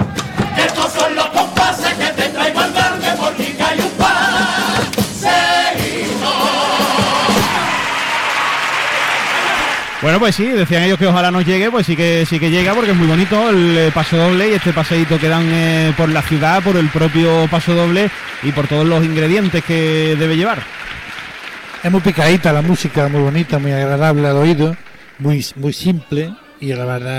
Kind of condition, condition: setting, live audience